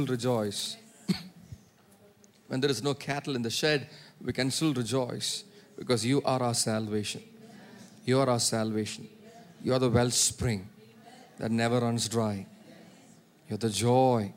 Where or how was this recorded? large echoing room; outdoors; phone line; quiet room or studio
large echoing room